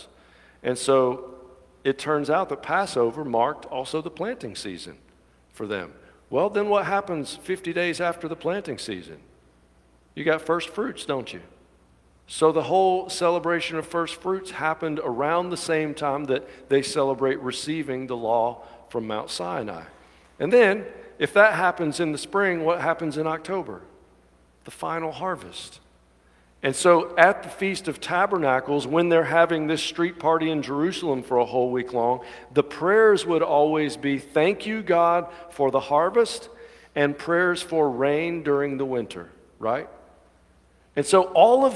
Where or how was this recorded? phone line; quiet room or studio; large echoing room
large echoing room